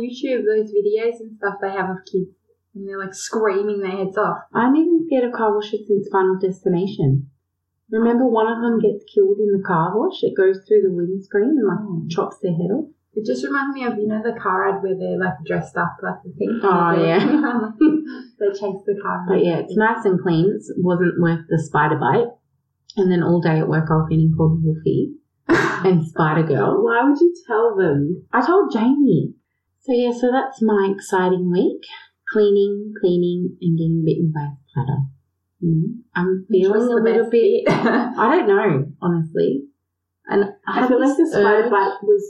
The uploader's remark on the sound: We apologise for any poor sound quality in this episode, we tried to clean it up!!